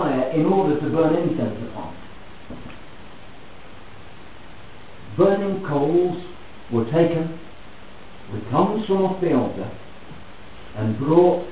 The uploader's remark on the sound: Please note that the audio is of poor quality.